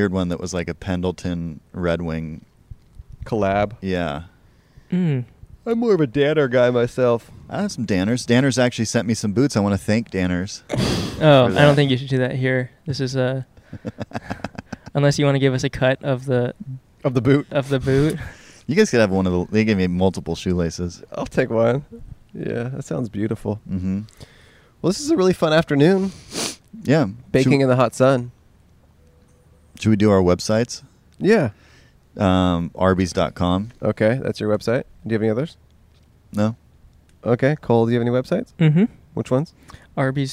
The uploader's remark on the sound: backyard in Los Angeles